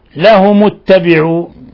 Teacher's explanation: ليس هناك إخفاء في الميم، هذه ميم ساكنة يسمى إظهارا شفويا